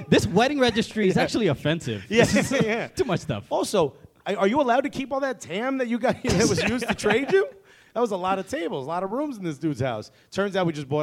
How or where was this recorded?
live audience